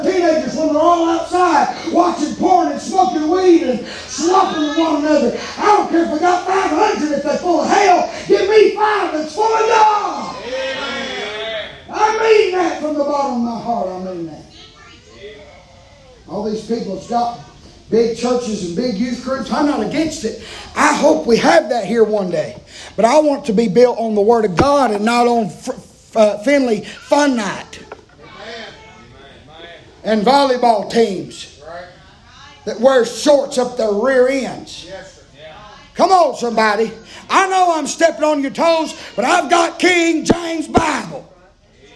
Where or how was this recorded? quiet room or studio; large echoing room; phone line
large echoing room